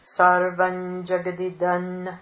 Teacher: the first anuswara is going to be the nasalized ja, okay, the nya, the nasal for the ja, for the palatal group. Sarvam jagadidam, then the dental.